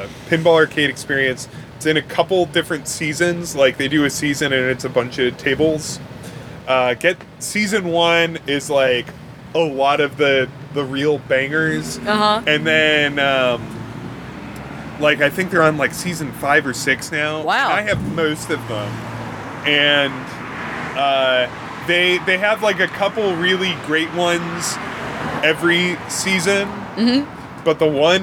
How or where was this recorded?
outdoors